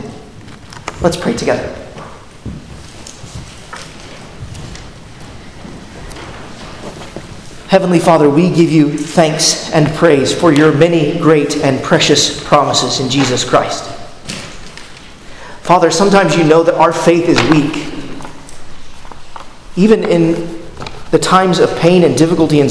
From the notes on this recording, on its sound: at Arlington Baptist Church in Arlington, Virginia